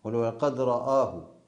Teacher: بعض القراء يفخم الهمزة من أجل مجاورتها للراء المفتوحة المفخمة